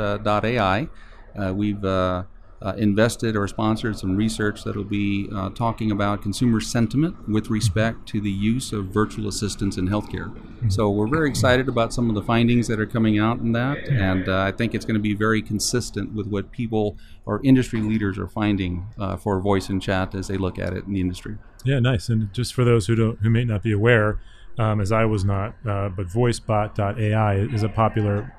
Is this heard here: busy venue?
yes